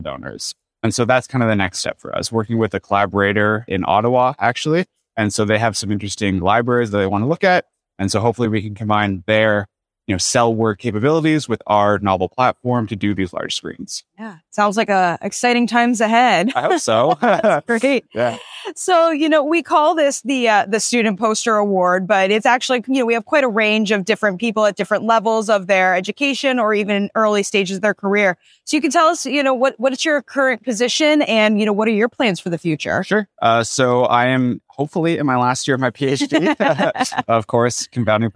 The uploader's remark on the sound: Recorded straight from the SLAS2023 exhibit hall floor. SLAS2023 was a record-breaking year, and nearly 400 posters were displayed throughout the exhibit hall.